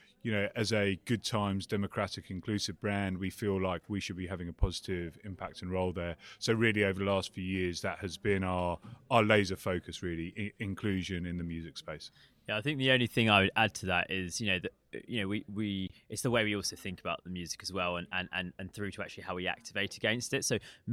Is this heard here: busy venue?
yes